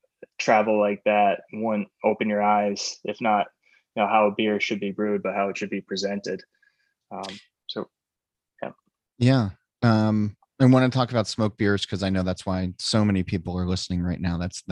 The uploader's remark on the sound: Recorded via zoom just after the 2021 4th of July holiday weekend.